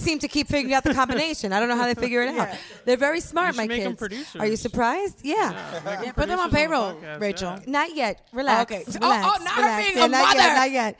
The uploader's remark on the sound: The finale of the live show recorded at The Actors Company LA in Los Angeles.